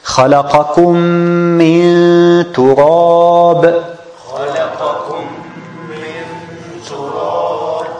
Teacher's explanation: did you notice that when you pronounce the ميم مشددة that the غنة part, the غنة is coming from your nose.